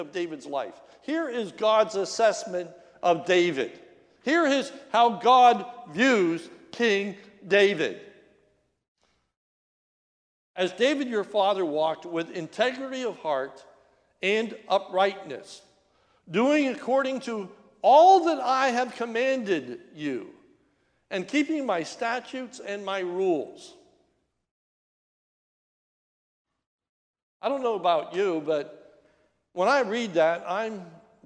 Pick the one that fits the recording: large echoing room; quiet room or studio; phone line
large echoing room